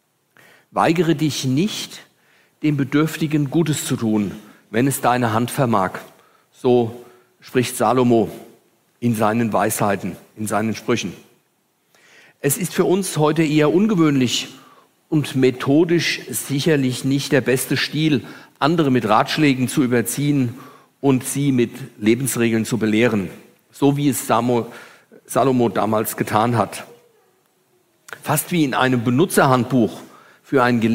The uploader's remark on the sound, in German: Aufgezeichnet im Livestream Gottesdienst der Ev. Melanchthongemeinde Griesheim.